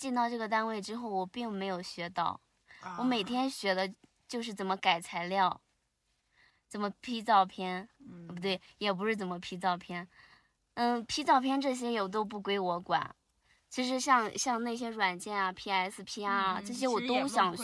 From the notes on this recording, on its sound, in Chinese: 这期节目录制于”大西洋最后一滴眼泪“赛里木湖的湖边停车场的车内。我们在夜晚的星空下畅谈。